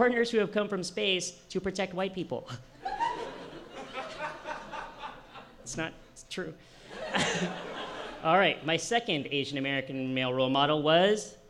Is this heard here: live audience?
yes